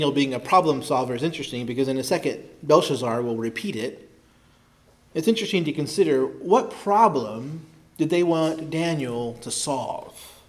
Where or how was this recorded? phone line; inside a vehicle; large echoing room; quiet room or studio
large echoing room